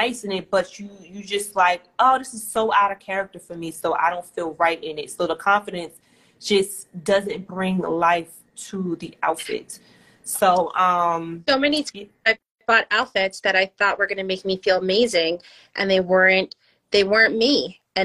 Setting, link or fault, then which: link, video call